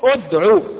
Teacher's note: في آخر سورة النحل، لا تقول إدعو إلى سبيل ربك، لا، وإنما تقول أدعو بضم الهمز